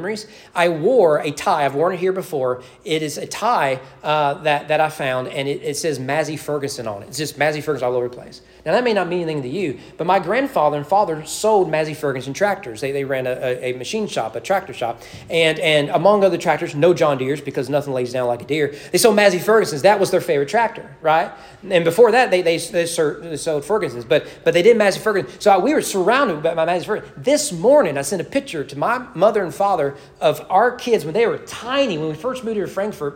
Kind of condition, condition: setting, large echoing room